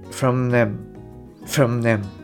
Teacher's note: th の摩擦音っていうのもほとんどしないで